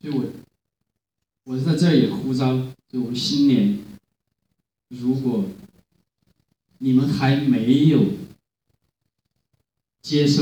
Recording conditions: large echoing room